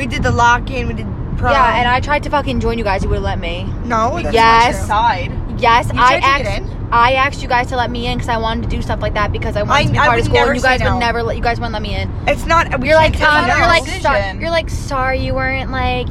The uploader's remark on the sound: Again we apologize for any of the noises from being in the car but then again we are balin on a budget and we in fact used our phones to record this episode.